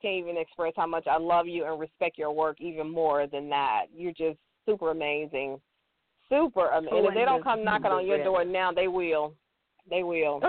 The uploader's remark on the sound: a live call in show